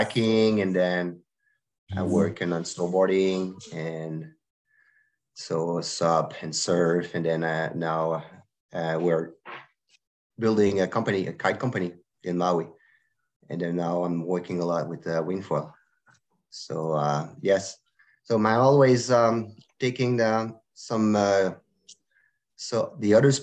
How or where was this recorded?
video call